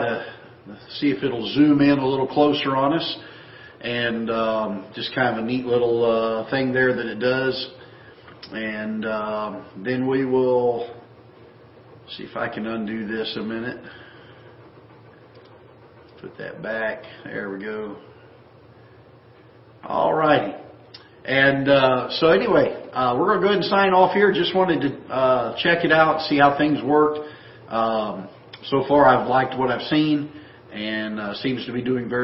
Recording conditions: large echoing room